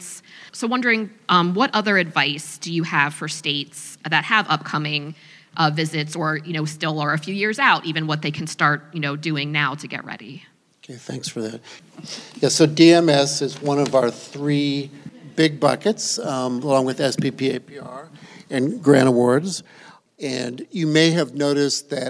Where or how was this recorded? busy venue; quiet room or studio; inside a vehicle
busy venue